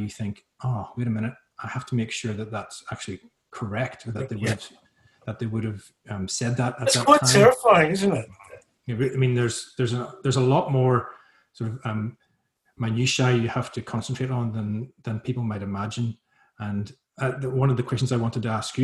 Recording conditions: video call